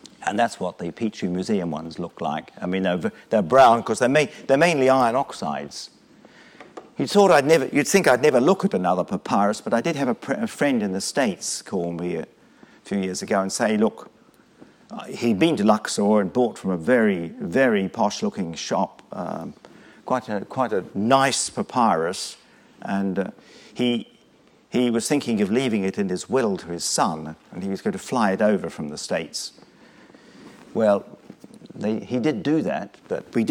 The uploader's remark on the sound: Lunch Hour Lecture on tour at the British Museum